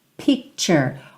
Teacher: Olha o arzinho no P, P, P, e cher, cher.